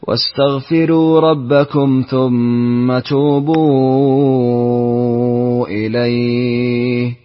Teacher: يرقق الراء في استغفروا ويسكن الميم ويشبع المنفصل